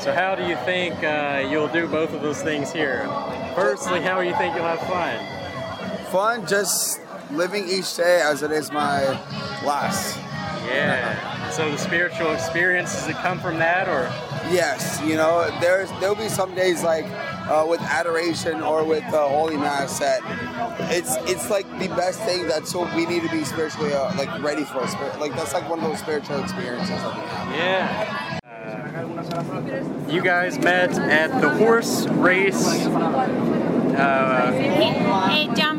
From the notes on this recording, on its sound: Recorded 8 hours of talks, music, and background noise, while he was at World Youth Day 2023.